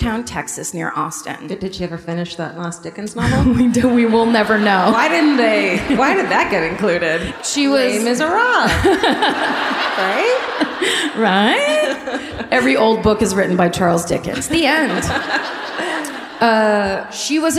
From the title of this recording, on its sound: Live at the Arvest Bank Theatre in Kansas City (2017)